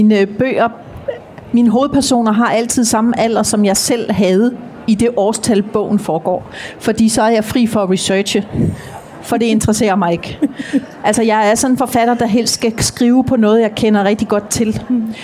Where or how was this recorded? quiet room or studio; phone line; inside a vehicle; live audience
live audience